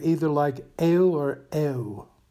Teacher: In England, Canada, and parts of the American South, the long O is sometimes pronounced as a diphthong, like two vowels jammed together, either like eo or eo.